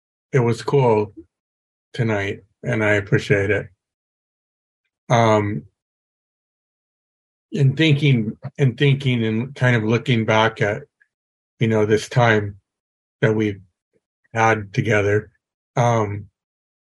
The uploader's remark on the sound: a behind-the-scenes session of a Zoom training